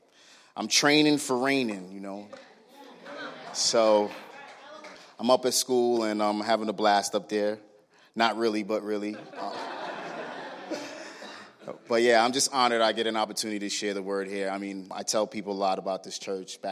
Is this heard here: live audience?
yes